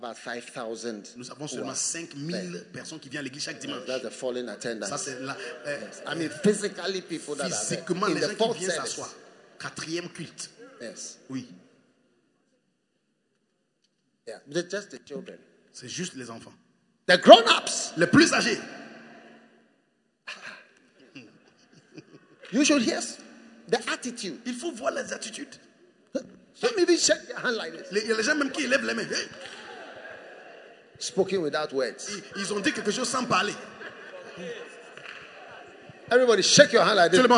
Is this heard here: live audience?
yes